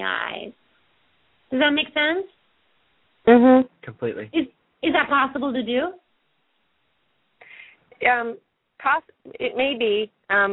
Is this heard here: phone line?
yes